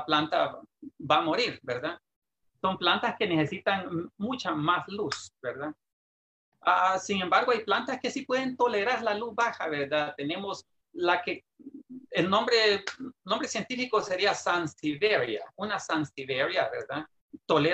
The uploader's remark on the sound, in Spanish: por Zoom y Facebook en vivo